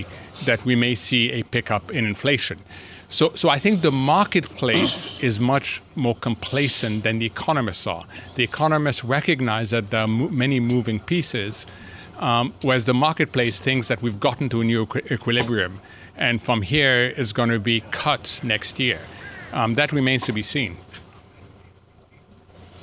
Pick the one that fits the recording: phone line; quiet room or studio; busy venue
busy venue